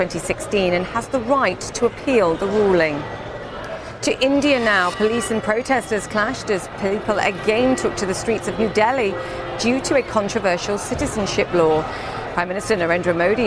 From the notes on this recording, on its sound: live from The New York Stock Exchange